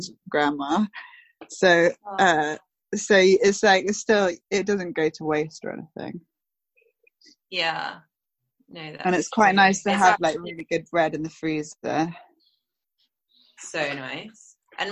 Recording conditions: video call